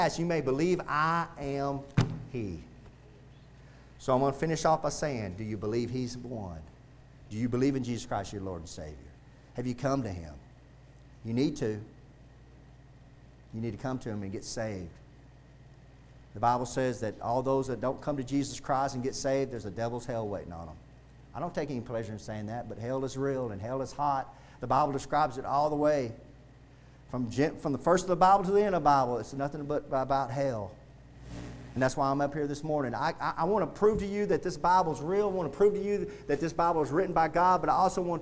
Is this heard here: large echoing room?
yes